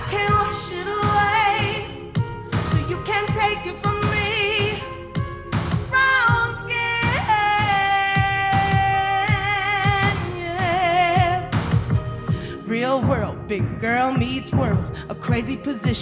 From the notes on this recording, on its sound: It’s a special live(ly) edition of the DPD, recorded at the historic Fitzgerald Theater in St. Paul, Minnesota.